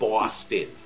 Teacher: the second O is more like a schwa sound, so it comes out more like an I.